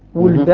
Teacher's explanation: قرأها حمزة والكسائي بضم الواو وسكون اللام، ولدا، على أنها جمع، جمع لولد، جمع الولد، مثل أسد وأسد.